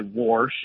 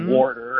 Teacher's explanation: I hear a lot of old folks say warsh and things like warder, and so I hear that extra R get added occasionally.